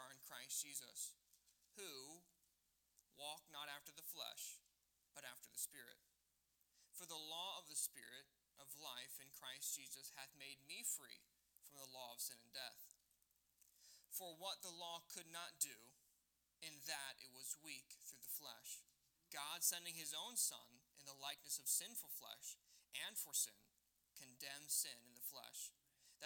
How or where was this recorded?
large echoing room